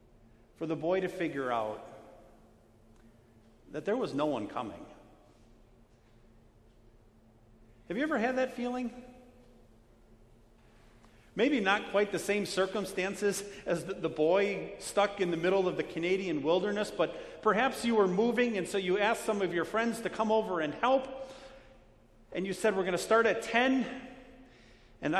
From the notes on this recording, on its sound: Sermon preached on Ash Wednesday, February 26, 2020, at Our Savior Lutheran Church in Birmingham, AL.